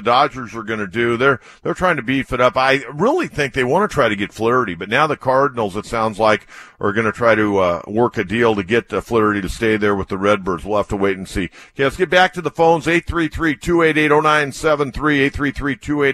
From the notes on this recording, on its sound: Takes phone calls from upset Padres fans.